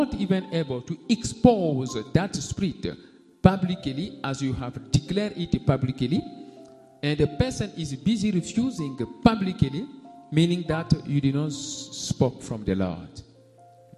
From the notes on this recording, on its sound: SUNDAY LIVE SERVICE